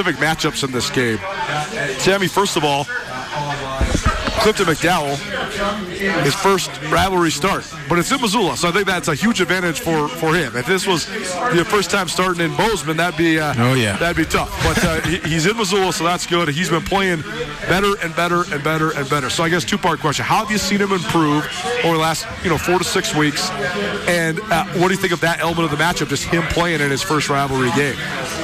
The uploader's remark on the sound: gather around a table at the JFK Bar in Anaconda